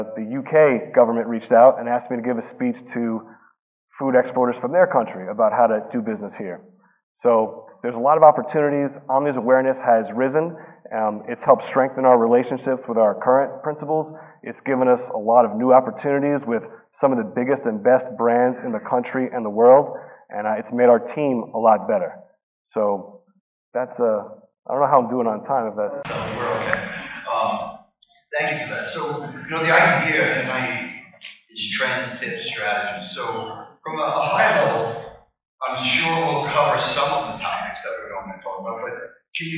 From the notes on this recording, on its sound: Marcum Food & Beverage Summit. The event was held on September 10th at Convene Conference Center in Manhattan, NY.